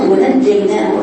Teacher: الجيم مشددة يعني حرفين جيم متقطعين ساكن متحرك